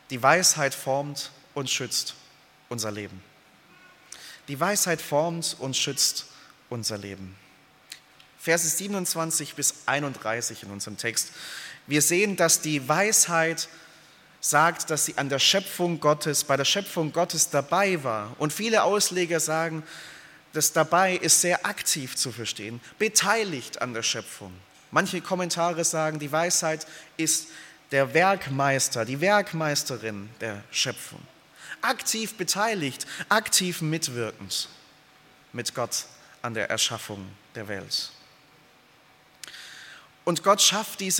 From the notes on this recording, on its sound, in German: aus dem Gottesdienst der Liebenzeller Mission